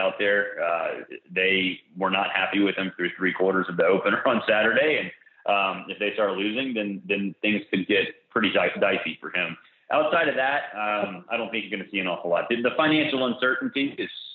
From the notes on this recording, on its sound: joined on the Modern Woodmen phone line